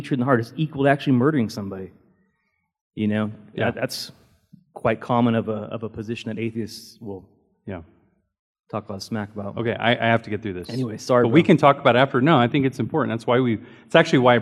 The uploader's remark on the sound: Recorded during Sunday School